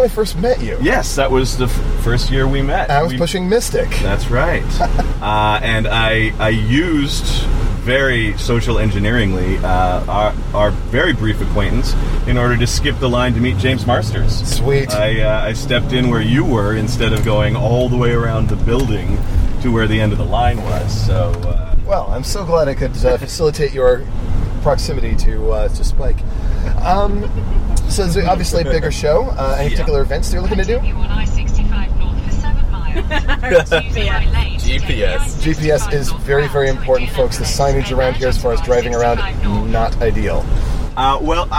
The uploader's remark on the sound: GenCon 2015. You'll hear from us on the road before day one, at the start of day three, and on our long road trip back home. Apologies for the ambient road noise and exhaustion.